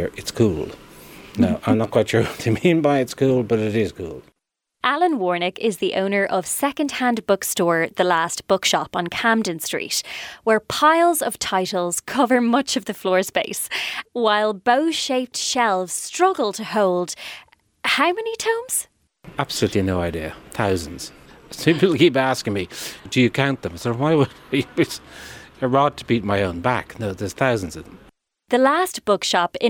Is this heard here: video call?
no